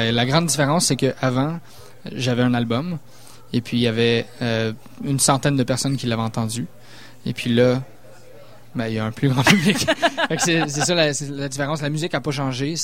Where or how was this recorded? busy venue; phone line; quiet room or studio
busy venue